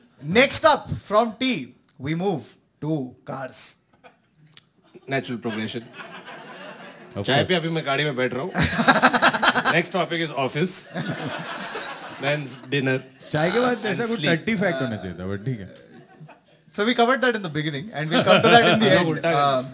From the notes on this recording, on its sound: This is our second live show